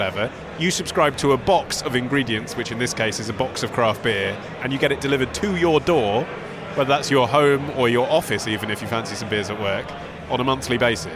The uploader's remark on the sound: recorded at the Craft Beer Rising festival in London’s East End